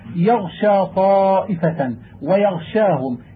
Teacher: وإذا وقع بعد الغين الساكنة شين وجب بيان الغين لئلا تقرب من لفظ الخاء لاشتراك الخاء والشين في الهمس والرخاوة وبعد الغين من الشين في الصفة، وذلك نحو قوله تعالى يغشى طائفة ويغشاهم إذ يغشاكم النعاس أمنة وتغشى وجوههم النار وشبهه.